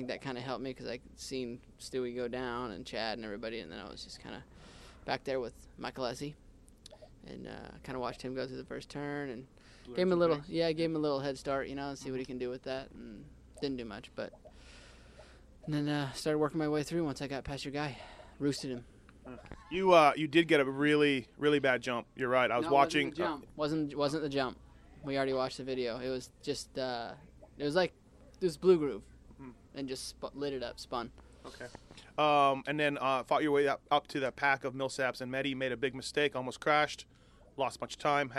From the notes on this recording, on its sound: Post race interviews from Houston